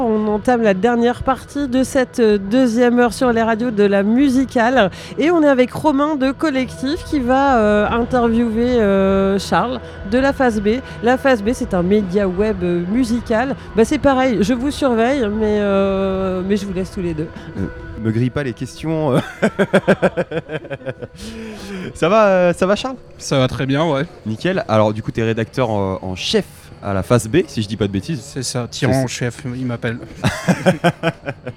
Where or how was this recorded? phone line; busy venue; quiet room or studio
busy venue